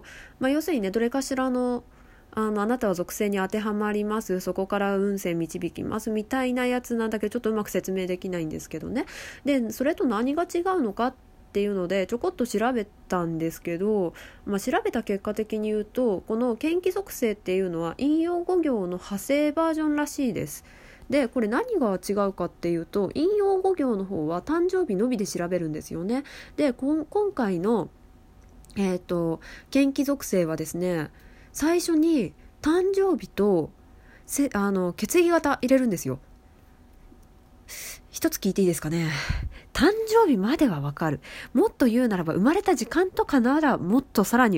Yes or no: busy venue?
no